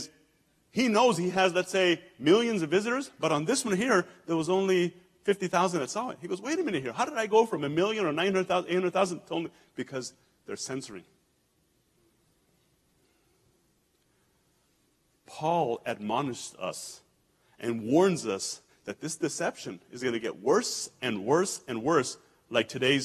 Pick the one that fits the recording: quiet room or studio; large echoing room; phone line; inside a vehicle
large echoing room